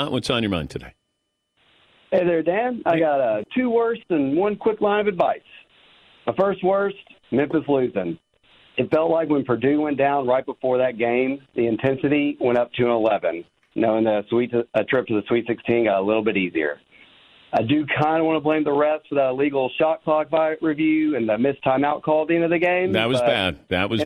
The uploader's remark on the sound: calls